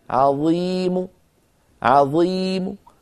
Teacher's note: الموقوف عليه ميم مضمومة صوتها ضعيف · Term: الروم